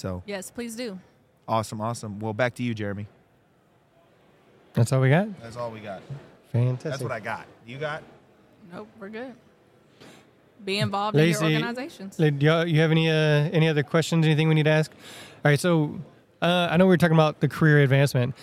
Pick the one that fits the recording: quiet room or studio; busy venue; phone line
busy venue